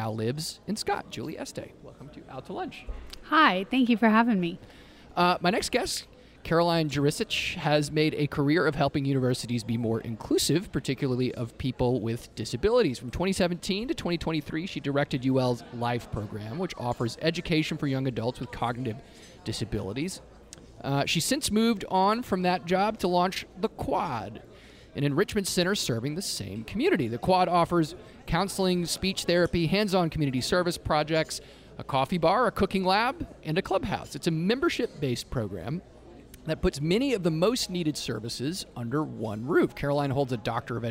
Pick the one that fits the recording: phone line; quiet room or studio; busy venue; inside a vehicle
busy venue